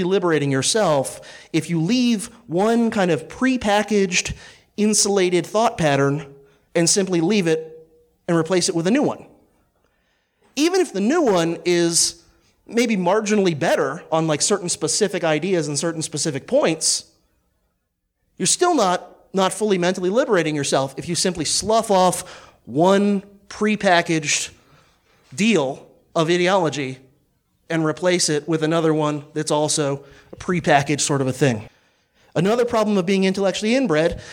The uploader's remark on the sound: presentation delivered on Sunday, June 24th, 2018, at the 6th Midwest Peace & Liberty Fest in Michigan